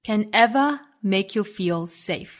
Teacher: make you feel safe 这样呢在 ever 的前面形成了一个小小的停顿和前面的 can 就不做连读了如果说我们按照正常语速呢就会读成 can never 会听起来像一个 never 的发音当然这样的发音呢也不能是错的如果说大家想要避免 ever 和 never 这样的歧义的话呢，我们可以选择在 ever 这个词上重读，形成不连读的停顿